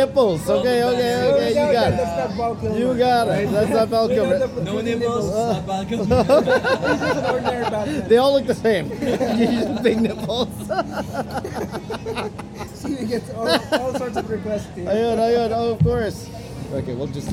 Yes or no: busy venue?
yes